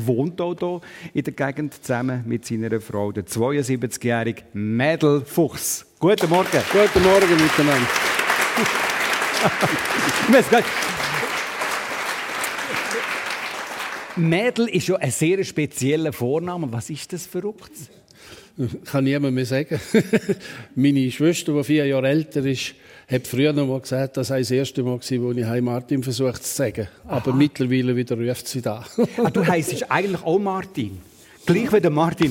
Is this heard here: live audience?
yes